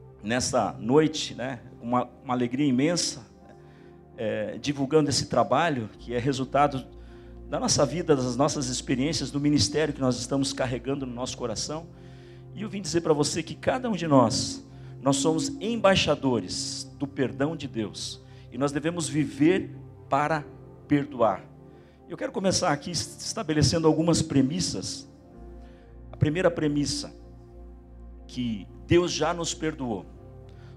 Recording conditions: large echoing room